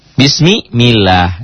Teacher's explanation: Kalau sebelum lafad Allah berbaris kasrah, jadi tipis.